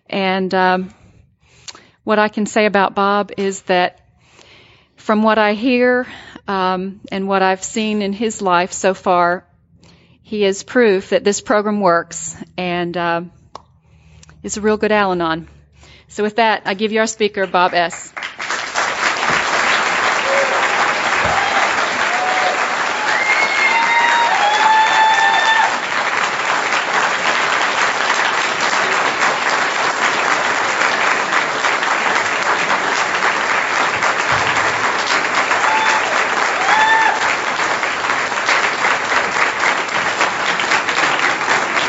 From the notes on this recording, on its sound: in a talk from an Al-Anon conference in 2003